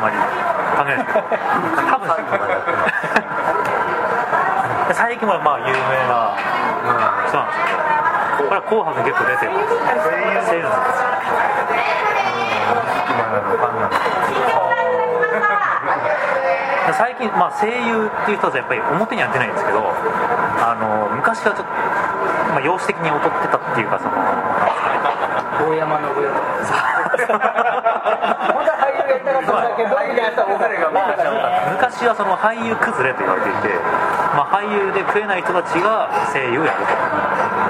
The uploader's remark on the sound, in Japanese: カルビ屋大福 柏の葉店にて収録。カルビ屋大福 柏の葉店にて収録。